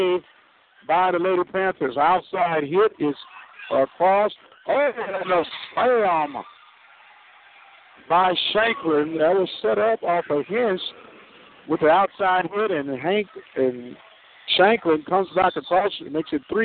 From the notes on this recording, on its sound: Lady Panthers vs Houston Baptist Huskers in Volleyball LIVE from Prairie View A&M University.